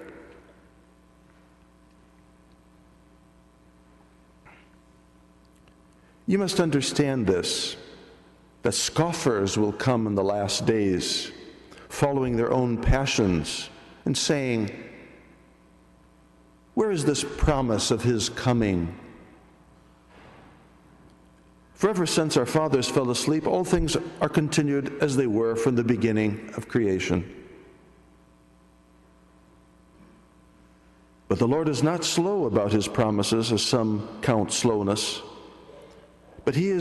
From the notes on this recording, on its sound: This audio is made by a lay person at Assumption Grotto Church with permission of the pastor.